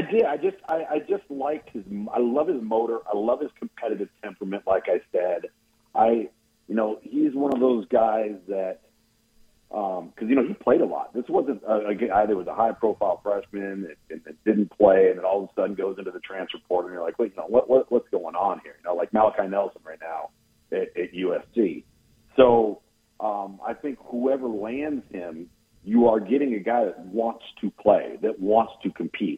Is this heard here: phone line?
yes